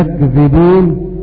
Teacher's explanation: والمعنى في قوله تعالى: ولهم عذاب أليم بما كانوا يكذبون، قرأ هكذا الكوفيون يكذبون بياء مفتوحة وكاف ساكنة وتخفيف الذال يكذبون من الفعل الثلاثي كذب، وقرأ باقي القراء بضم الياء وتشديد الذال